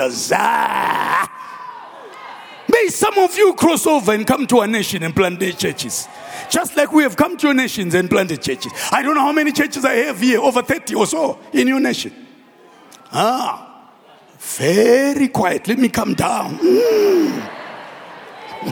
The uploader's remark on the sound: preached at our Annual Home Coming Conference, Word Explosion 2023, hosted at Grace Bible Church Pimville on the 05th of October 2023.